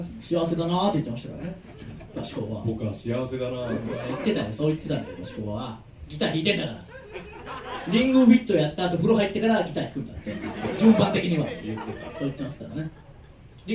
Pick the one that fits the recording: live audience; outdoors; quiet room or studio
live audience